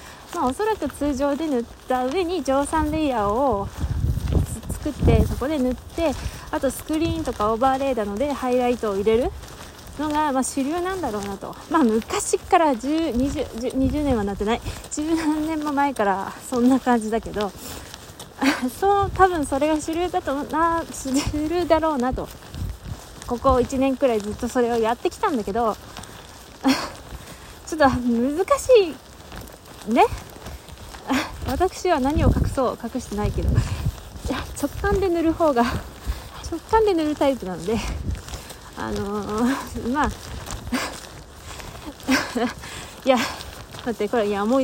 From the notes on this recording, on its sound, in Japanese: 外録音なので雨風の音で聴きづらいです。From Radiotalk。